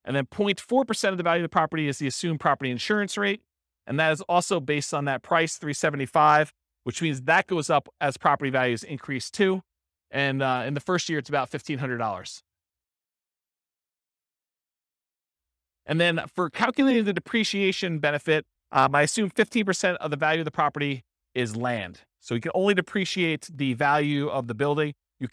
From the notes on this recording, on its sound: This was a live class recorded.